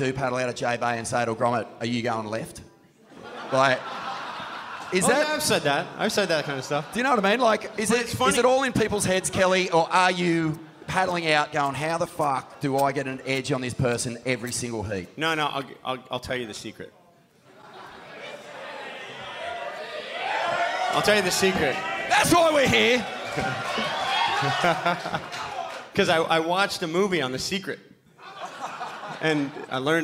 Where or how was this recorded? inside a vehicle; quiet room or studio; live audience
live audience